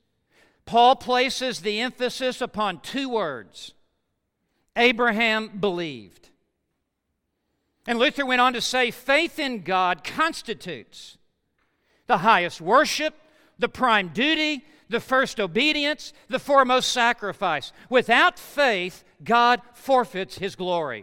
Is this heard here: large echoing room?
yes